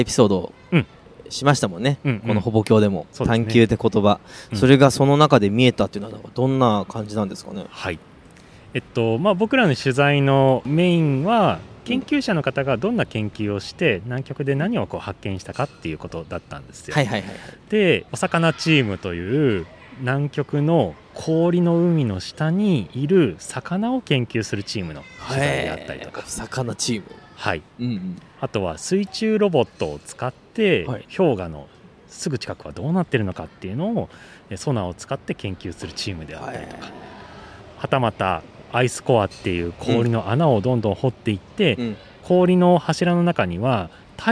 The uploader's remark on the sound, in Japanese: 半年ぶりに収録した場所はまさかの公園。少年たちがキャッチボールする姿を眺めながらの収録で。